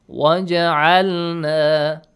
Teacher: But when you read it with waw, Hamzatul Wasl will be skipped and Jim will be having a bouncing sound.